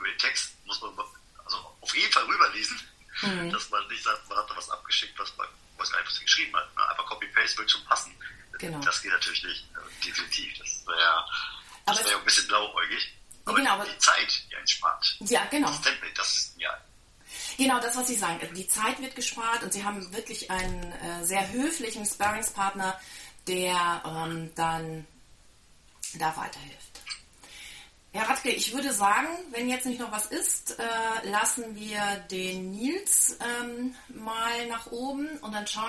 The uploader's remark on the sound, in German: in einem LinkedIn Audio Live getroffen